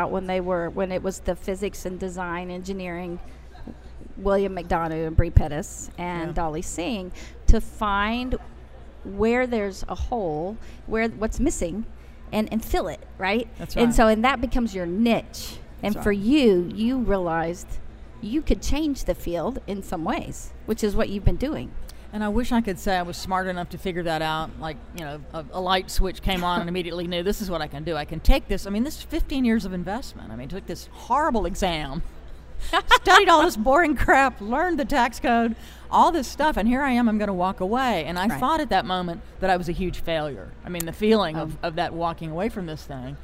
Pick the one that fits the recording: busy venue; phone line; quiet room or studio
busy venue